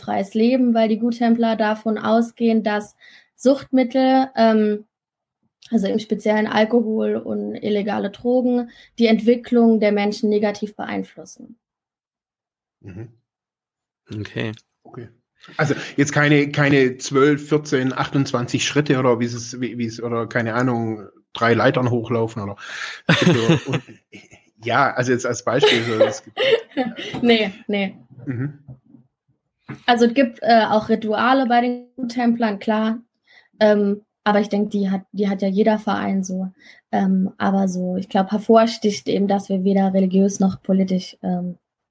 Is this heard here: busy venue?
no